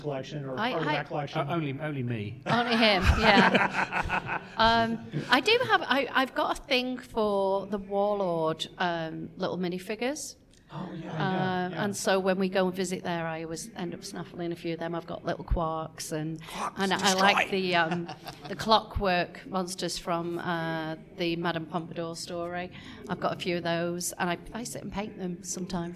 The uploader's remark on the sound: Here is the live recording from Chicago Tardis!